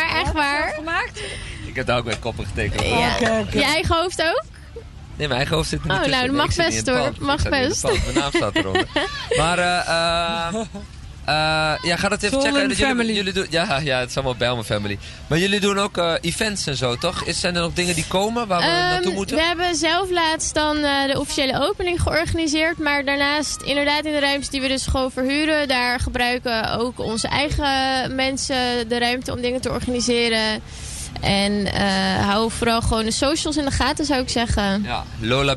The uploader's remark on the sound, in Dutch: 19 Buurtcamping Gaasperdam: vinger.nl parade. VINGER.NL live parade in de Bijlmer van Kwaku naar Club Jack.